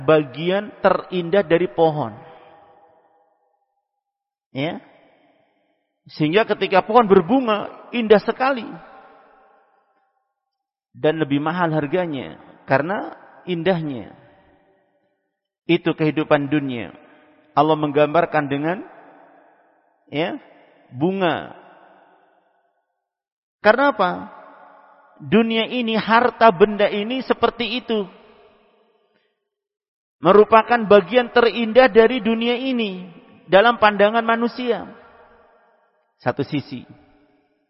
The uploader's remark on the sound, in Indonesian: Tempat: Masjid Ma'had Darussunnah Jeneponto.